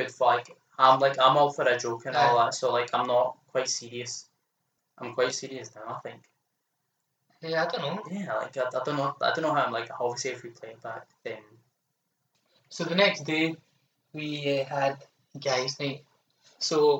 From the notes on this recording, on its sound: Sorry for the audio quality of this episode.